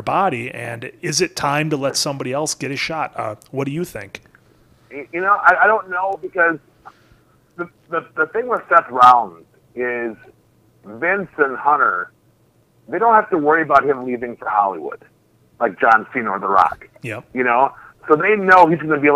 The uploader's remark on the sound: We also have a special call